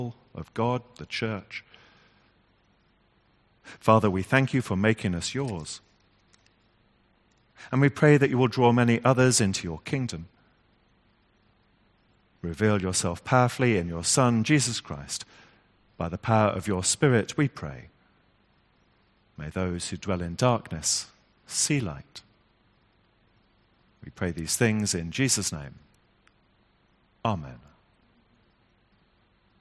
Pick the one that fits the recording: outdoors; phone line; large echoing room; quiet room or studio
large echoing room